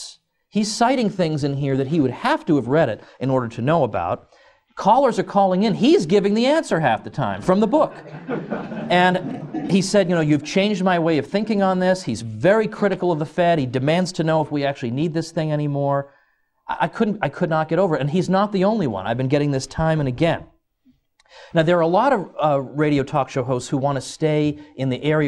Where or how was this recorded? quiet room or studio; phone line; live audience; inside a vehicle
live audience